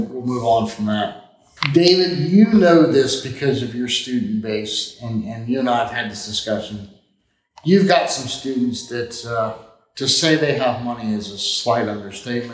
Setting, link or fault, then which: fault, echo